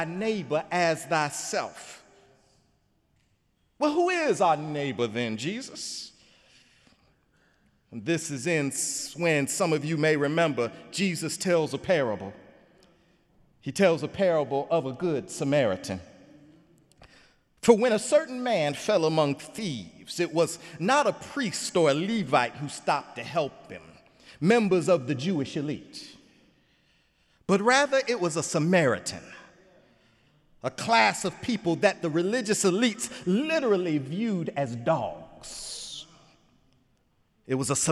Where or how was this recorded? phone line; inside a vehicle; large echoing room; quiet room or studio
large echoing room